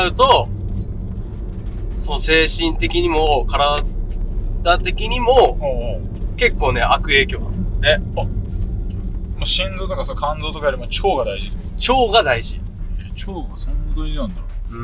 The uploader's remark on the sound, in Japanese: ドライブしながら編